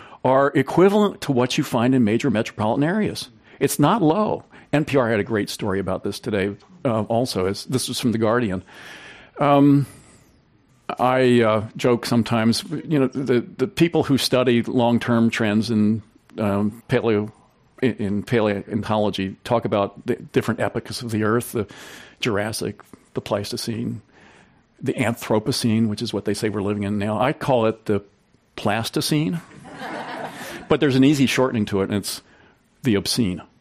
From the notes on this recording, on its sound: This program was recorded in front of a live audience at The Commonwealth Club in San Francisco on April 16th, 2019.